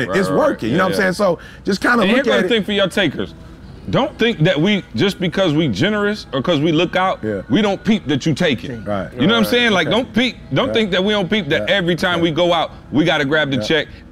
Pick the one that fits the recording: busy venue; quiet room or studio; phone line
busy venue